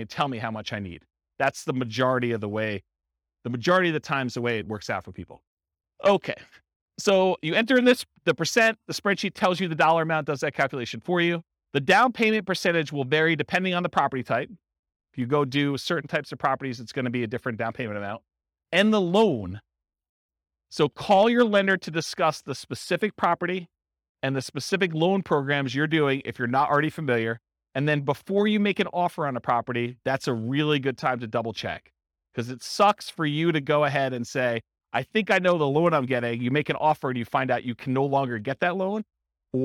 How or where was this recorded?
live audience